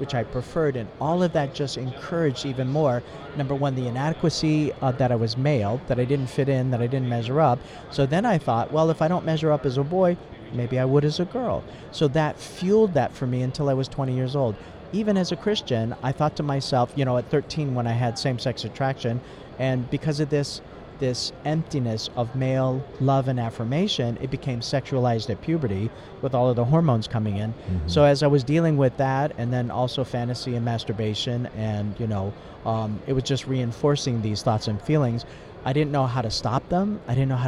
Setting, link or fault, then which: setting, busy venue